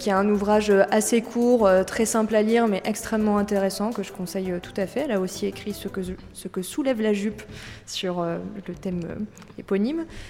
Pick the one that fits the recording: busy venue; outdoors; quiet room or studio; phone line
busy venue